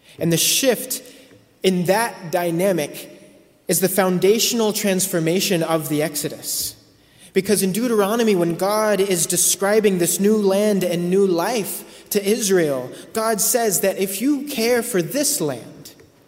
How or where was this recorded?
large echoing room